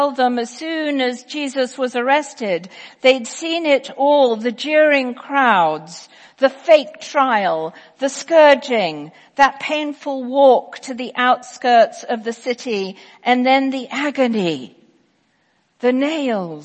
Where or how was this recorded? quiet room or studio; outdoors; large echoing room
large echoing room